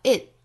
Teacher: 在嗓子这个位置去憋这个音哈，去摆口型，但是不 t 出来 · Term: 失去爆破